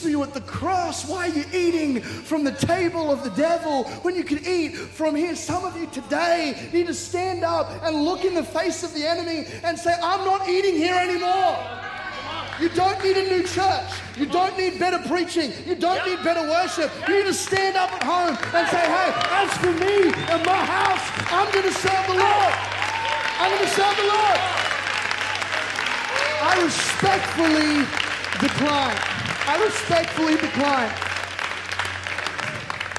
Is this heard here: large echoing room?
yes